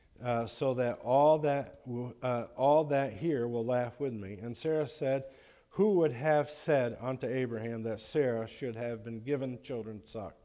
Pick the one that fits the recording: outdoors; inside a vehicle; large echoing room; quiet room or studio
large echoing room